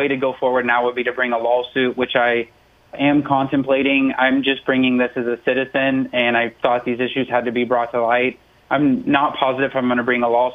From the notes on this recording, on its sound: Listeners call in with their often life and death experiences.